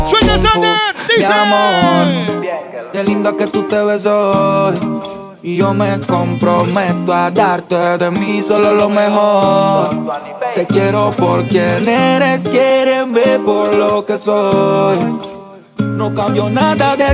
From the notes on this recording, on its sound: Live session crossover, opening at Passion Friday Patio Casco